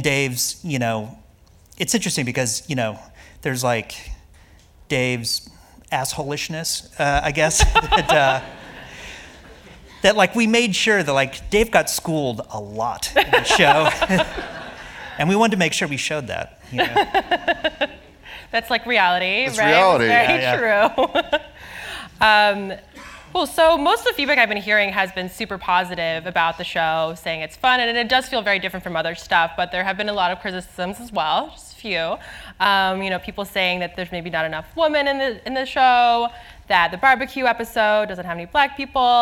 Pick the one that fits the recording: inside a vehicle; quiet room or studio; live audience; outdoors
live audience